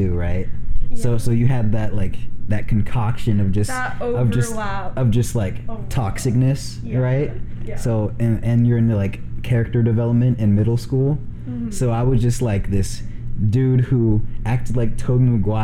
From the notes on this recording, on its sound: audio is a lil rough in this one sorry